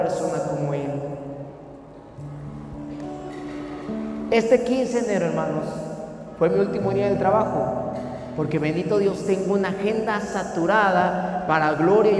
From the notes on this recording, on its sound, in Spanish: Podcast Grabado en la iglesia Solo Cristo Salva en la ciudad de Comitán en nuestro recorrido 2020.